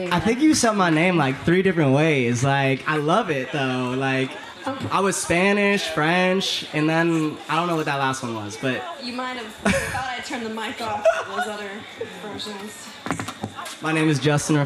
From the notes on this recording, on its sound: Recorded live at Late at the Lake, at Mozart's Coffee Roasters in Austin, Texas.